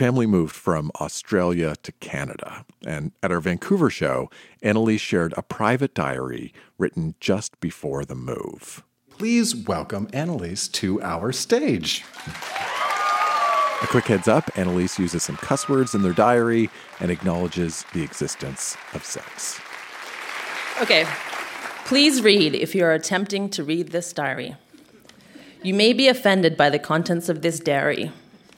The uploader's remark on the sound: Recorded live at The York Theatre in Vancouver, in partnership with ONE TO ONE, a children’s literacy program.